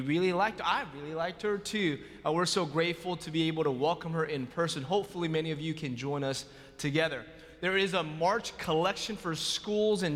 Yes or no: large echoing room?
yes